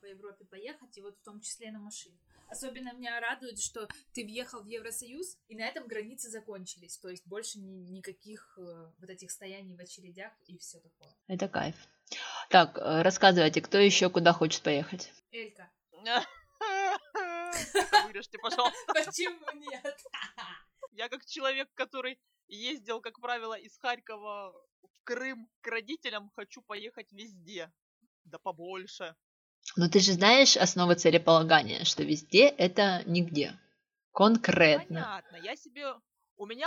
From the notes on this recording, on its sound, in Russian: Осторожно! Плохой звук.